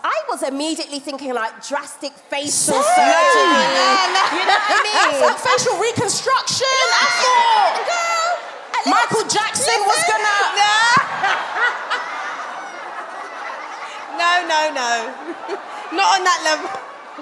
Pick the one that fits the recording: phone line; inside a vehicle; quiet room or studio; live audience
live audience